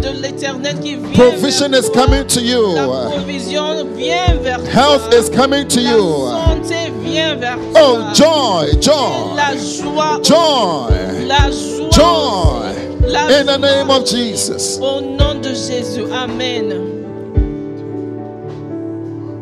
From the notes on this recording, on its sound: Preached during Joyful Hour Sunday Service